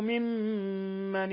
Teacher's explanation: ميم مشددة تغن مقدار حركتين